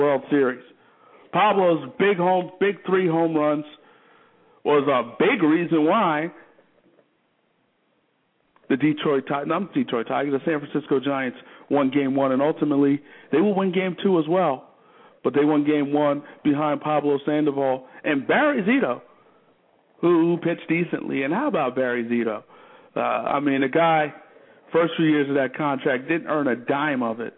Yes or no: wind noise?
no